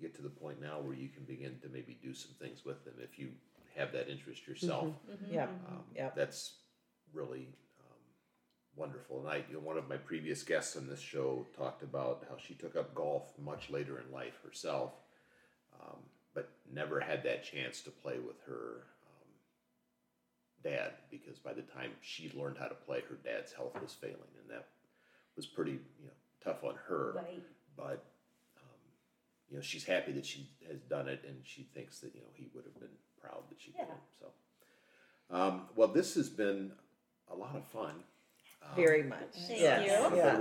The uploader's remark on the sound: As this was recorded at the kitchen table our recording levels are a bit lower than normal so listeners may have to pump up the volume. Family dog Ellie, though not a mother, decided she wanted to be part of the discussion at one point.